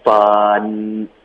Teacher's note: 后面这个 fun 要注意舌尖 n 顶上颚